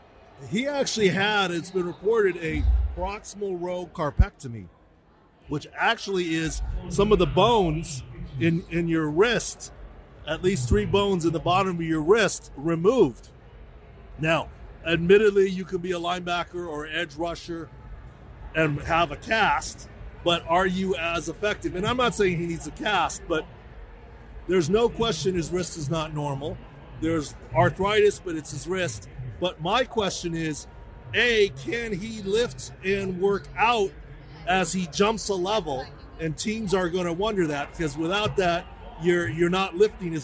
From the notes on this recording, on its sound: on location from the Circa in Las Vegas